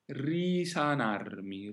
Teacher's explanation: The S is unvoiced, but should not be doubled. Risanarmi would be too long.